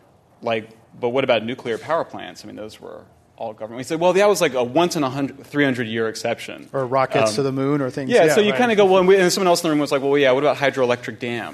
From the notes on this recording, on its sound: This program was recorded in front of a live audience at the Commonwealth Club of California on April 22, 2010.